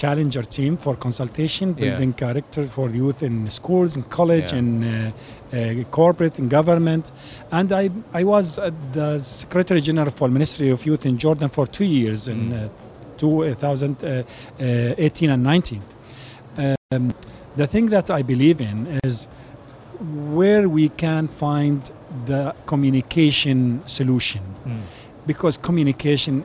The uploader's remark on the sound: Live from IGCF 2022